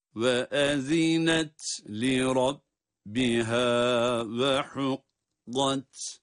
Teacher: Ha harfini kaf harfine bağladık. Ha ince, kaf kalın.